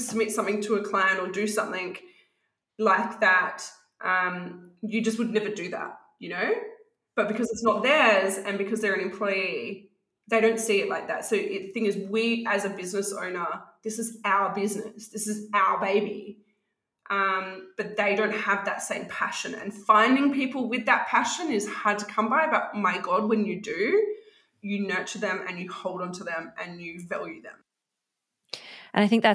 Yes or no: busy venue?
no